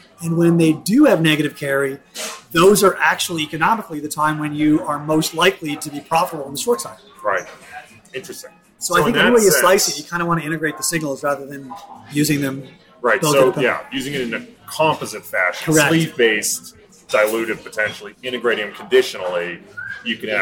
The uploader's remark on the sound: we thought it would be fun to just sit down at a bar without an agenda and just record the stuff we would have been talking about anyway